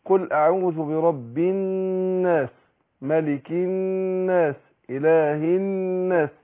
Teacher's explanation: النون والميم المشددتان كل واحدة منهما ايه بتاخد غنة حركتين